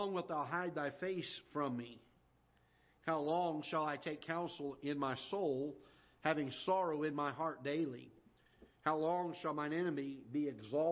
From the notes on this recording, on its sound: Ketha Heights Baptist Church ~ Live Broadcast.